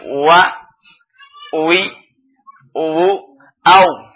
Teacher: Waw dengan infitah, dibuka dua bibirnya. Wa, wi, wu, au.